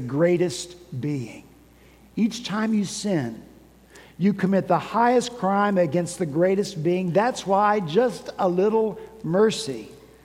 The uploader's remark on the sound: At Redeemer Presbyterian Church in Charleston, SC